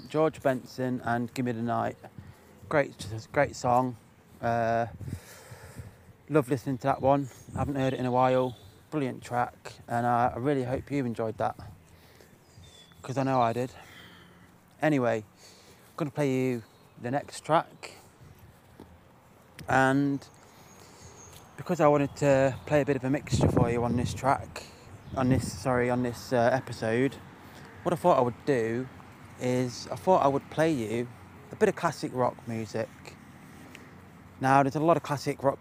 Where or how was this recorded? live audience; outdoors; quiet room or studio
outdoors